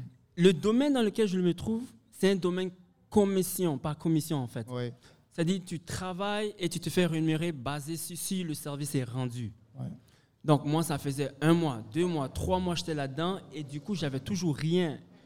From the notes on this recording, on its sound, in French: Dans cet épisode enregistré en direct du bar Le Coude, à l’Université de Moncton.